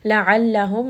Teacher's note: عين is going to be from the middle of the throat. ميم has the وسط.